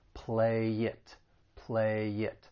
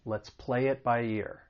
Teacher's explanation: The final consonant sound in play can get linked with the vowel sound in it. · Term: linking